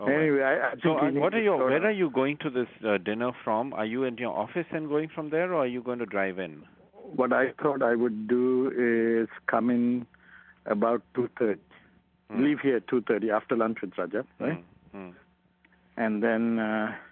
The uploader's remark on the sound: The audio of a phone call. Used as evidence in the insider trading case.